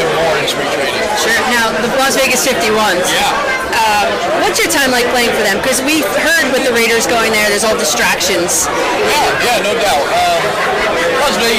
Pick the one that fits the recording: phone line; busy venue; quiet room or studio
busy venue